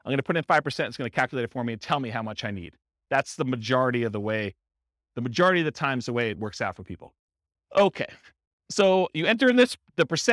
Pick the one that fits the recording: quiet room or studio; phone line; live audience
live audience